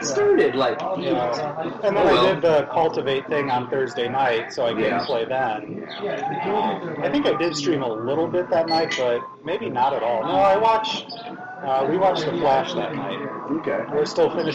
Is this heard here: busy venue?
yes